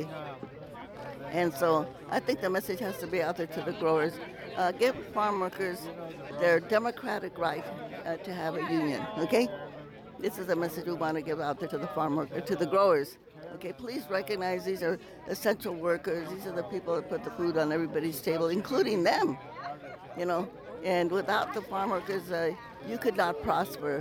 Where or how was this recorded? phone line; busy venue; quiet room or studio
busy venue